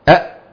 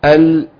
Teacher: الهمزة بتقطع الصوت أل بيمشي الصوت شوية